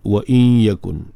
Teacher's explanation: idgham tu berlaku secara naqis. Makna tidak sempurna. Karena bunyi gunnah itu masih kekal.